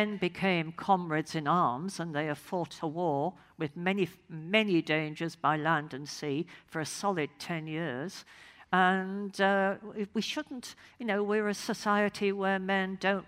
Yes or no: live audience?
yes